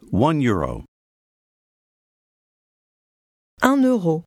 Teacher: Note how the two words run together. That's because the masculine word euro starts with a vowel sound.